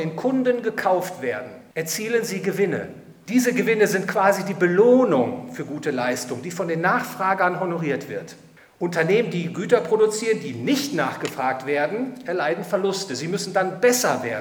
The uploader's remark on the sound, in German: Vortrag beim Hayek-Verein Dresden